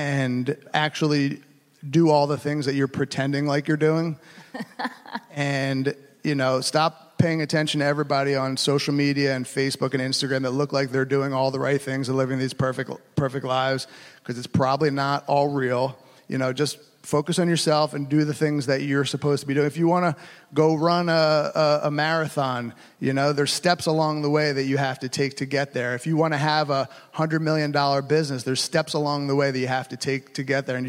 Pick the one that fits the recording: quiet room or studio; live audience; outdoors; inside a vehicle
live audience